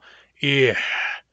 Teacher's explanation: Notice that ear ends in a back H, and you can tell that it's a back H because of the way it deforms the vowel.